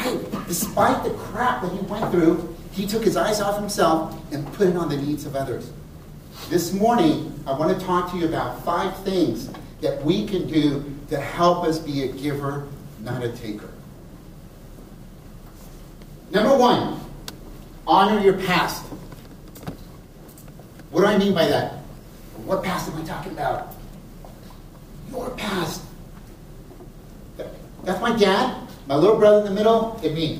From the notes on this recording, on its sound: a past keynote from the San Francisco Chapter of the National Hispanic Organization of Real Estate Associates (NHORA)